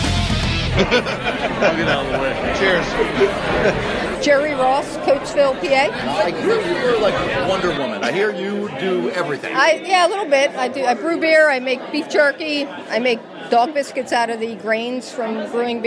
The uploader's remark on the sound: The KYW Beer and Booze Broz go to Spring Mountain for the Holiday Hops Craft Beer Festival to meet a few brewers and recruit some new bros!